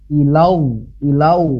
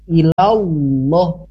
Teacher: Jadi ilau, ilau, padahal tidak ada huruf wau di sana. Ini kebanyakan nih biasanya lahannya, kesalahannya menambahkan huruf wau sebelum lafaz Allah · Shown in: second take · Jadi ilallah, padahal kita langsung dileburkan kepada huruf lam bertasydid atau lam jalalahnya.